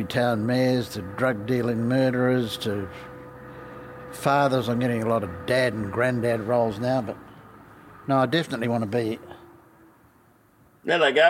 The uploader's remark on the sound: Live from North Bondi Surf Club thanks to Goldman Wines.